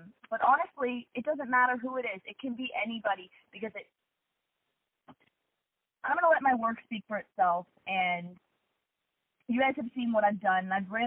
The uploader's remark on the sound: Media Teleconference Interview